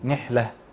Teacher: هذه التاء تاء التانيث اذا وقفنا عليها تقرا هاء وتهمس همسا جيدا كما نهمس في الحاء · Term: همس الهاء